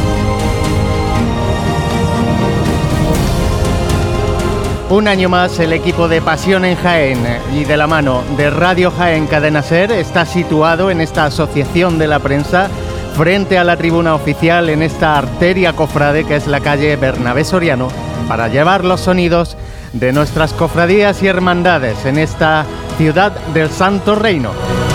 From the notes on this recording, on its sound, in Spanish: Retransmisión en directo del Domingo de Ramos en Jaén en el año 2023. Procesión de la Hermandad de Salud y Paz (Borriquilla) desde su salida hasta el paso por carrera oficial.